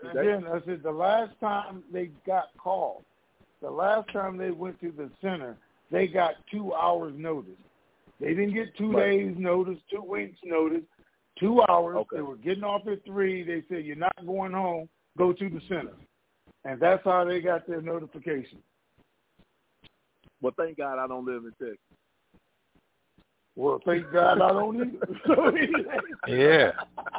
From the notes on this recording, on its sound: TNTSuperfantastic Conference Call